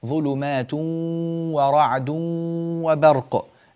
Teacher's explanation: الإدغام هنا إدغام بغنة، فلا بد من عمل الخيشوم في هذه الواو